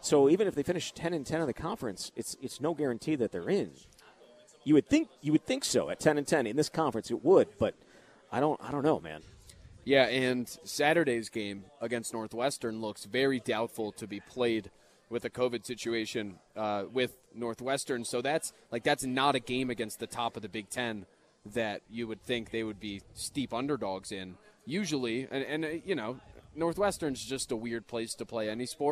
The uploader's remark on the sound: live at Monk's in Sun Prairie